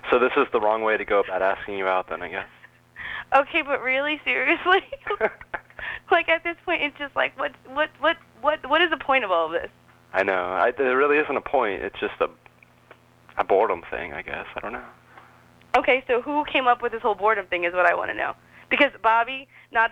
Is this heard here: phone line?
yes